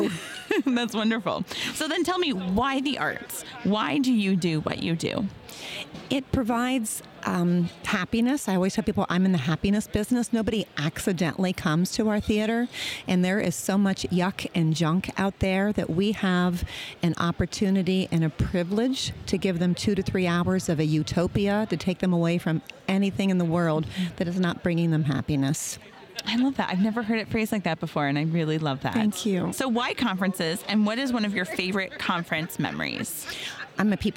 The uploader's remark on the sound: Live From Our Booth at MAX Part 2. We are back with the rest of booth interview from MAX!